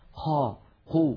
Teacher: القاف مر معنا منذ قليل أنها حرف مجهور يعني ينحبس نفسه تماما، ففي بعض العاميات المعاصرة اعتاد بعض الناس أن يقول قا فقال لهم، وإذا قيل قي يجعلون كمية من الهواء تتدفق مع صوت القاف المتحركة قا قو. هذا لا يصح لأن القاف حرف مجهور. · Term: همس القاف